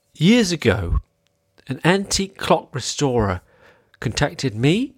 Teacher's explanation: I did some upspeak. That's more like you're asking a question.